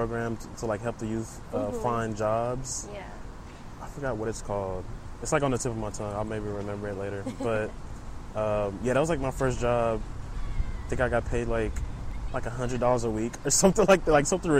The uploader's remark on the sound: Episode recorded at Buffalo Bayou, Houston